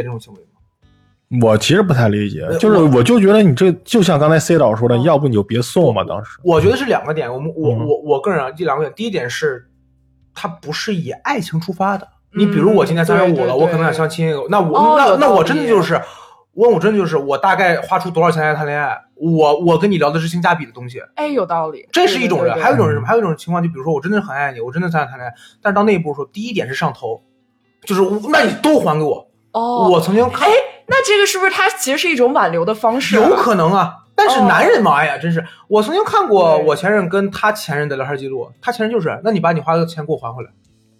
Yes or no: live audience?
no